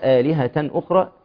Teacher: مد البدل حركتين، همزة تمام على السطر بعدها ألف بالمد حركتين مشبعتين، وطبعا المد البدل نخلي بالنا هو مد فرعي وليس أصلي